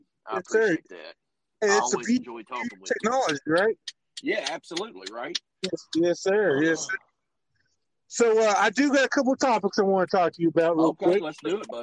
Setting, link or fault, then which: setting, inside a vehicle